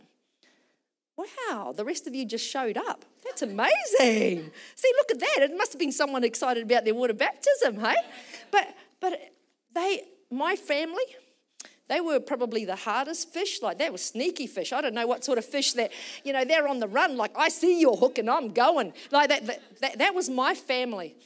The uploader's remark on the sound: Recorded during our Melbourne East service on Sunday, the 3rd of December 2023.